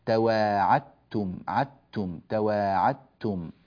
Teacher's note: الدال مع التاء نحو تواعدتم، فالدال تذهب ويكون النطق بتاء واحدة مشددة